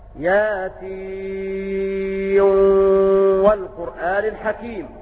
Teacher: قرأ المشار إليهم بقوله روى ظعن اللوى بإدغام النون في الواو